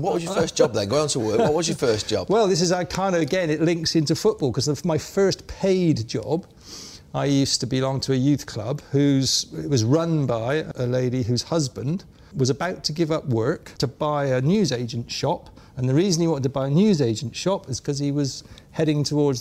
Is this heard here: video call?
no